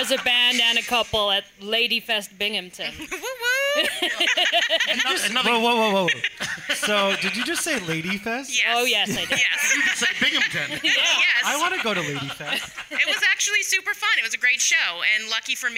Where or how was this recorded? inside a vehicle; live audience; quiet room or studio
live audience